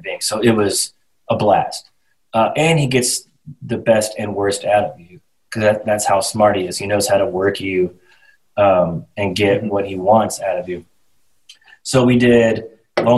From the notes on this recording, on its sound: over Zoom